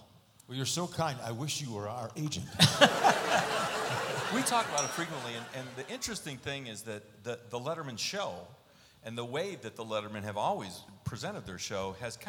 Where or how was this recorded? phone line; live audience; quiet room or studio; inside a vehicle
live audience